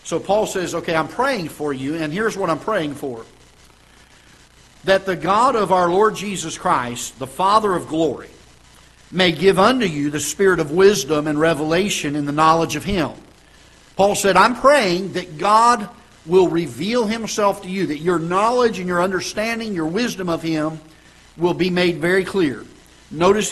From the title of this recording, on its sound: Ketha Heights Baptist Church ~ Live Broadcast